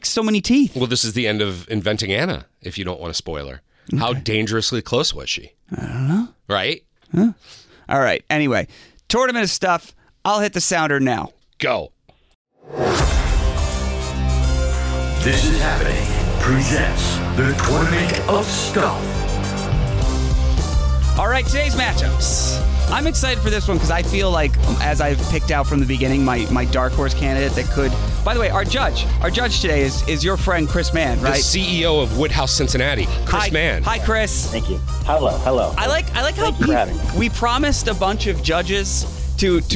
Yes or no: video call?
no